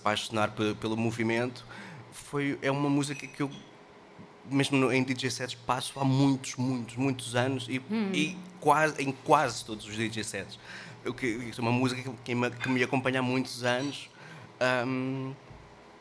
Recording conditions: busy venue